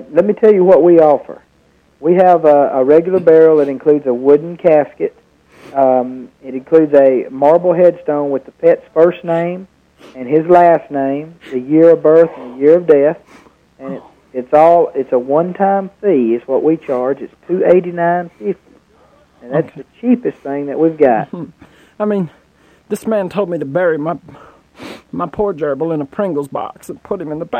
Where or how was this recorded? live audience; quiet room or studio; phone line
phone line